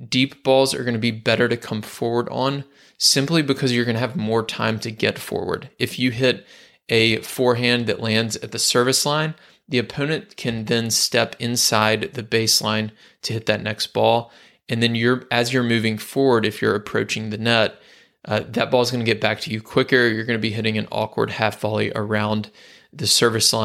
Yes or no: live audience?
no